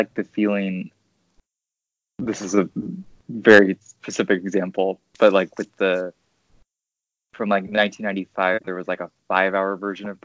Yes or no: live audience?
no